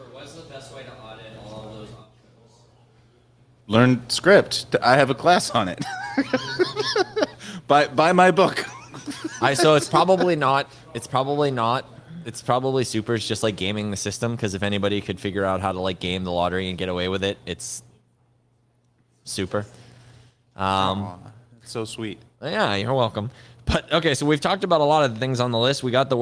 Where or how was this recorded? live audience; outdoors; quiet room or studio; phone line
live audience